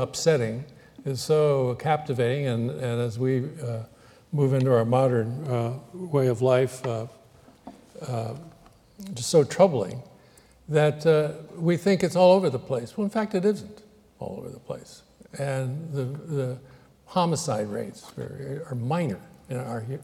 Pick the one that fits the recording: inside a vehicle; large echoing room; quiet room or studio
large echoing room